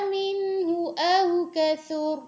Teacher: منه کی پیش، یعنی ہا کی جو پیش ہے اس کو کھینچیں گے نہیں، اور قاف کو بھی ہیوی رکھ کے پھر آگے او کثر میں سا صاف لیکن را ہیوی ہوگا، کیونکہ را کے اوپر ایک تو زبر ہے، ٹھیک ہے، ایک تو یہ وجہ جب ہم اس کو ملا کے پڑھیں گے، لیکن اگر ہم را کو ساکن کر دیں گے جیسے ہم وقف کریں تو را سے پہلے والے حرف کی حرکت کو دیکھیں گے، ٹھیک ہے.